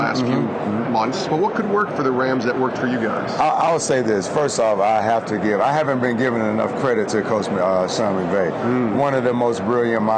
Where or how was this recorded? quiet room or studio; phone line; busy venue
busy venue